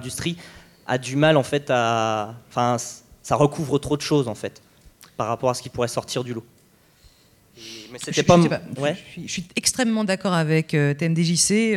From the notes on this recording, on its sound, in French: cycle de conférence organisé à Rennes du 22 au 24 Mai à l’Amphithéâtre de la Maison des Associations lors du Stunfest 2015